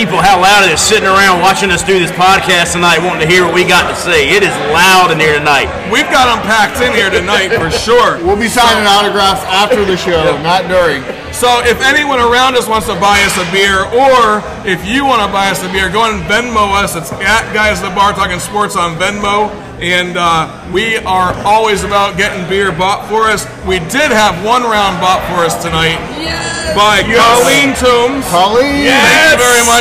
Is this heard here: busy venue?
yes